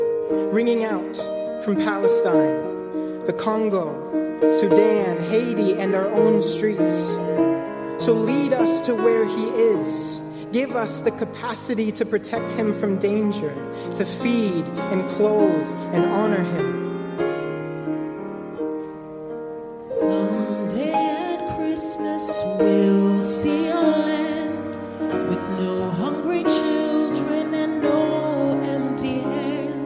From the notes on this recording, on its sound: Christmas Eve Candlelight Worship. Preached at The First Presbyterian Church of Brooklyn.